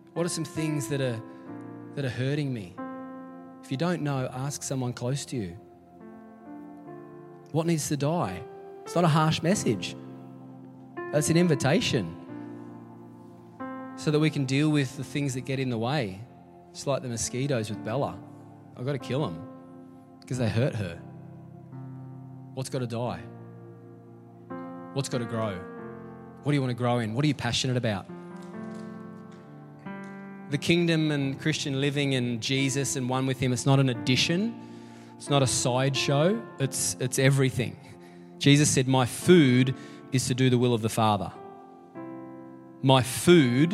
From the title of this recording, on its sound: LIVE at Echo Church